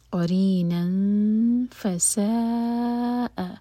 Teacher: تنوین میں جو نون کا ساؤنڈ ہے اس کو چھپایا جائے گا